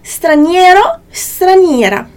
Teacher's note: Então, estranheiro, não é estranheiro, é estranheiro, ok? O izinho quase não aparece.